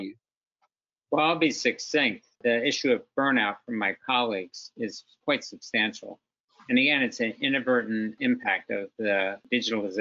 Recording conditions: video call